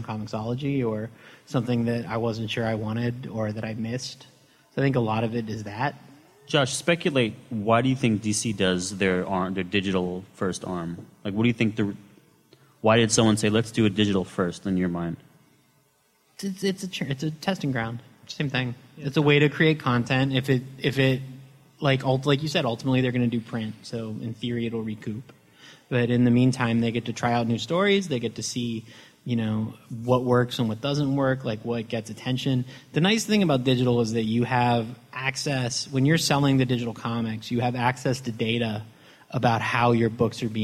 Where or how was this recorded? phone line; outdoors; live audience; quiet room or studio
live audience